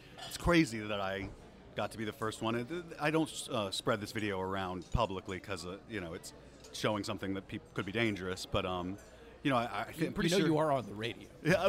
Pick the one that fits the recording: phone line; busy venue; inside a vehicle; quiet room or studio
busy venue